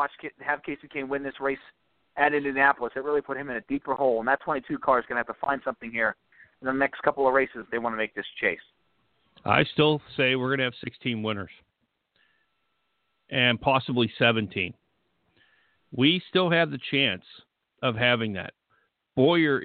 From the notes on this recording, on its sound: we'll take some phone calls